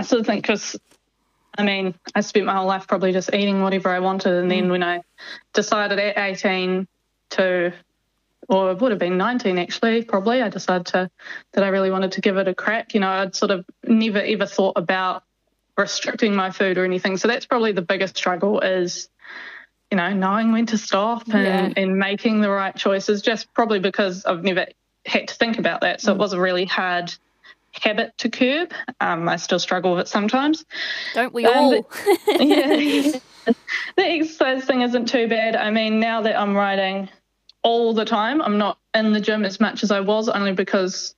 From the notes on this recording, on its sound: phoned in to the Taranaki based rider